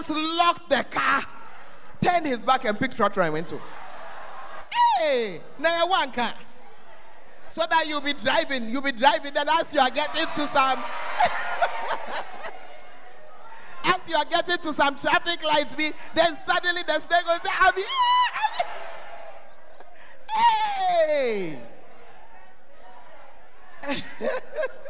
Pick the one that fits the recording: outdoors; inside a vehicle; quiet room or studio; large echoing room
large echoing room